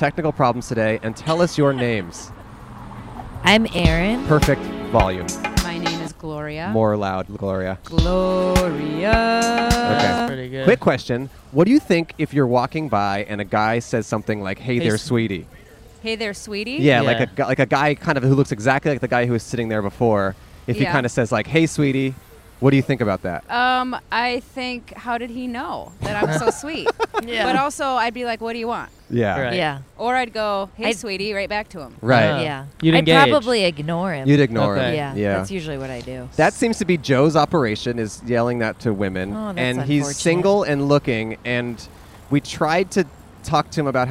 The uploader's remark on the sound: Recorded on 9/12/21 in Campus Martius Park in Detroit, Michigan.